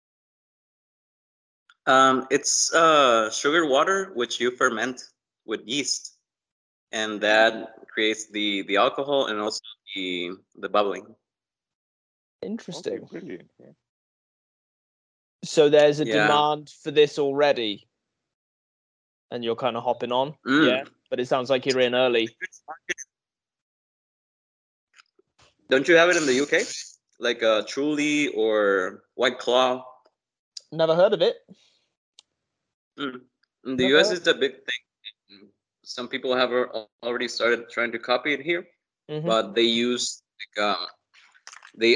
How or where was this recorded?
video call